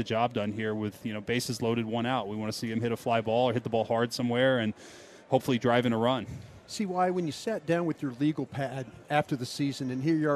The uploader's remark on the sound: Live from Texas Rangers Spring Training. Live from spring training in Surprise.